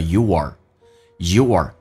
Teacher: u 跟 r 中间可以有一个连音，元跟元之间的连音不是加 were 就是加 ye